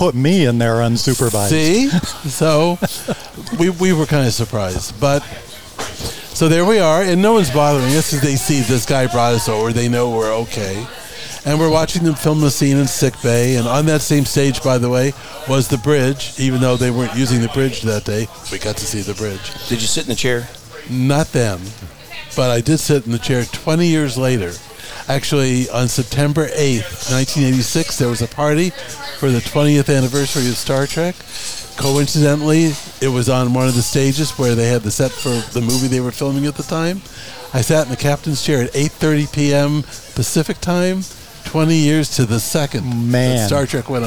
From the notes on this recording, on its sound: Recorded from the corner booth at the center of the Coachella Valley universe, Little Bar. Recorded from the corner booth at the center of the Coachella Valley universe, Little Bar.